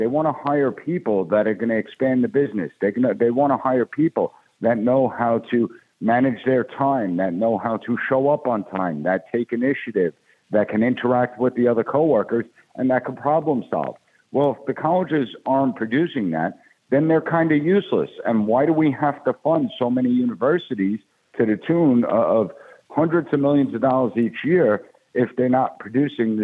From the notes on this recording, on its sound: we take your calls in open phones across America